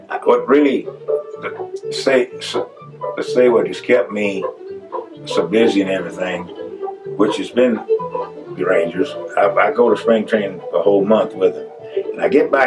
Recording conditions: poor sound quality